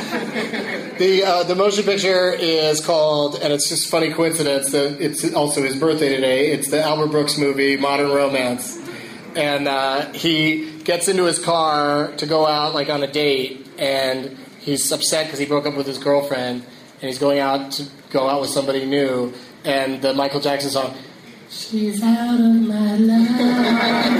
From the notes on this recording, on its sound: Audience members at Hyenas Comedy Club in Dallas, TX.